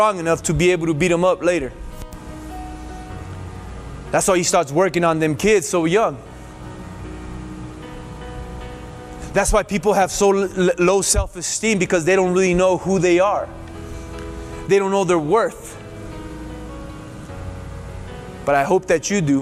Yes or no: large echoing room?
yes